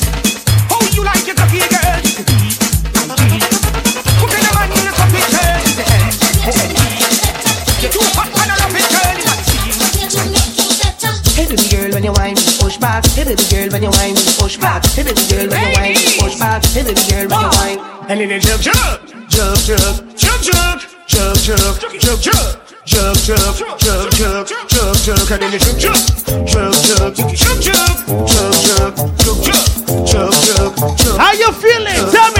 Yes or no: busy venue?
yes